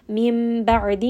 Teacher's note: I see on the noon sakin there is that small meme. So we are going to switch the noon sound to a meme sound. · Term: إِقْلَاب